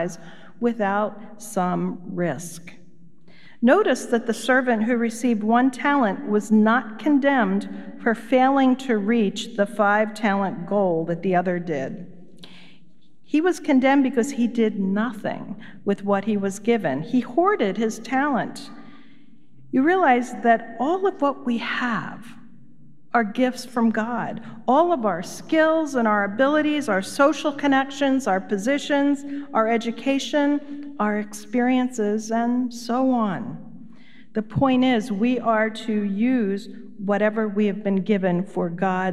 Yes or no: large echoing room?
yes